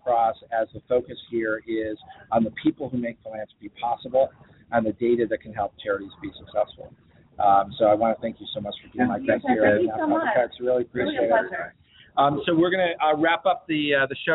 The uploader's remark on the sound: LIVE from BBCON 2015 - The Blackbaud Conference